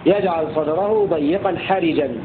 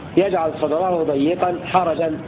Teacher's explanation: قرأ نافع وأبو بكر شعبة بكسر الراء في لفظ حرجا · Shown in: first take